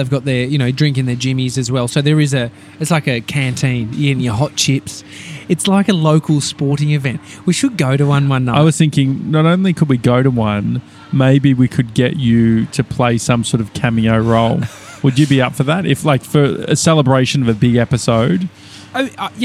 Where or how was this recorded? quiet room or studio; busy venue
busy venue